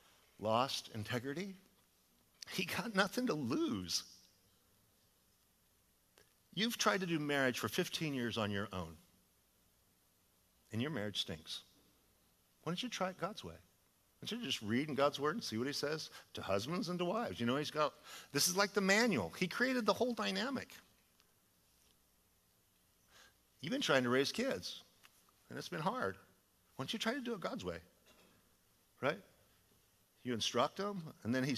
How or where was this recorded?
large echoing room